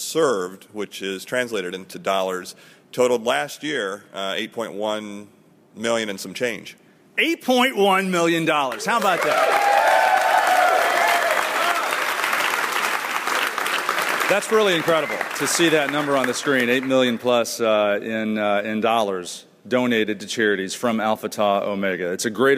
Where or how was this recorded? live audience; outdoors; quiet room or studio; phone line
live audience